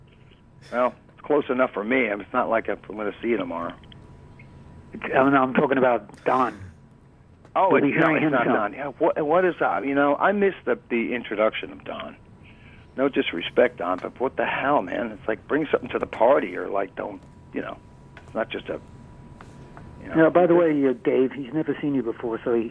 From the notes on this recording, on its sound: talks on the phone and such